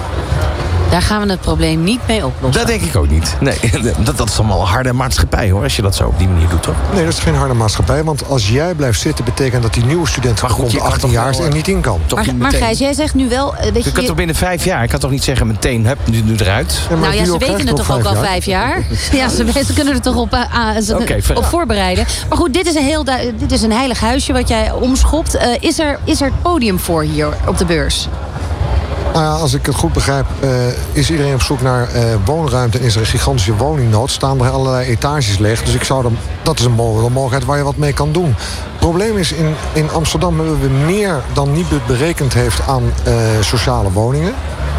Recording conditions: busy venue